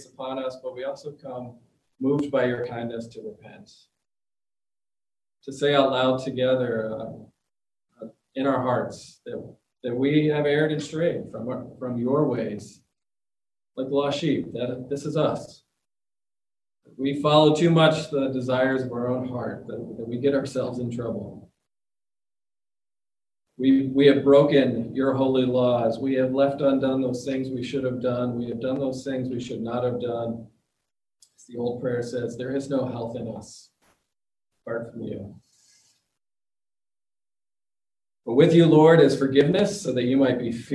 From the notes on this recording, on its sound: The audio includes the entire service.